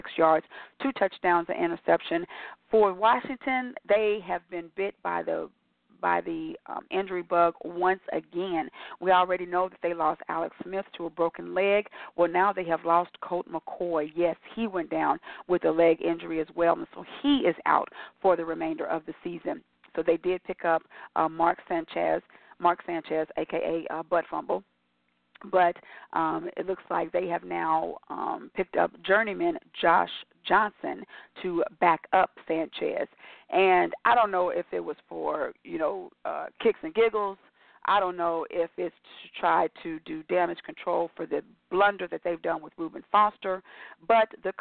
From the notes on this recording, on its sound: your phone calls, comments, questions